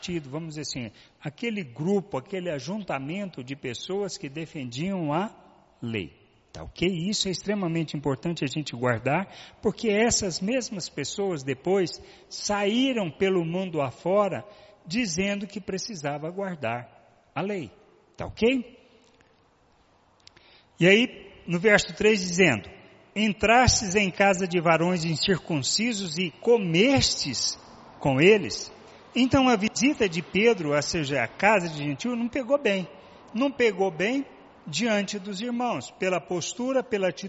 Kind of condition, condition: setting, large echoing room